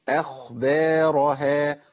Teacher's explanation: عندي همزة مرققة، خاء مفخمة، باء مرققة